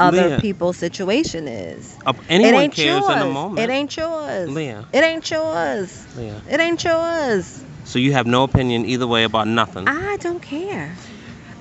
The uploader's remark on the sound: on location poolside in Punta Cana